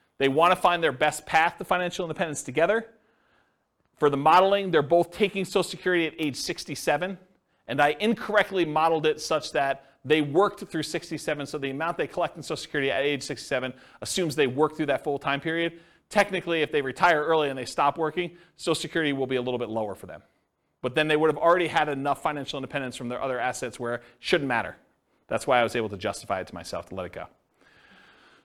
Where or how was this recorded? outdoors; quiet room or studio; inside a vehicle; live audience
live audience